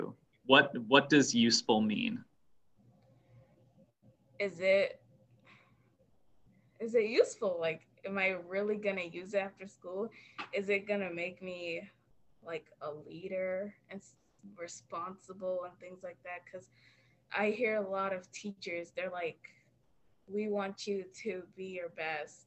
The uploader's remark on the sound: I had some technical difficulties so you'll need to turn your volume up a bit